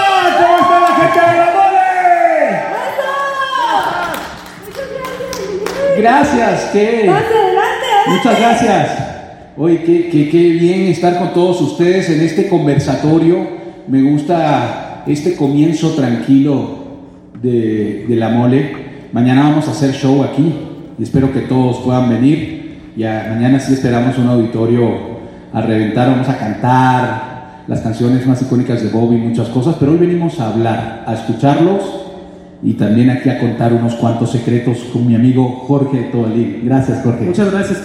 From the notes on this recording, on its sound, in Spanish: El audio de este episodio fue tomado directamente de las bocinas del auditorio donde se realizó esta actividad. Lamentamos que no sea de mejor calidad.